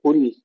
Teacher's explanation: ضم القاف وترقيق اللام، قل وليس قل.